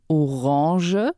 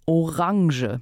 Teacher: Den Trick ist, dass der Luftstrom bei der Produktion von dem Laut durch die Nuss kommt und nicht durch den Mund. · Shown in: first take · Ich kann also einen normalen A, wo die Luft aus dem Mund kommt, kann ich mit der Nuss in nasalen machen. · Term: Nasalvokalen